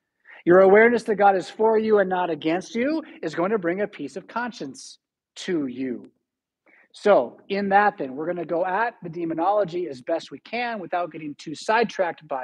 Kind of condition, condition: setting, large echoing room